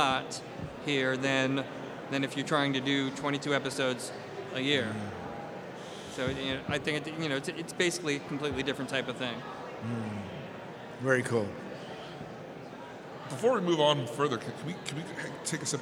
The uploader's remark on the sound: Live from Farpoint.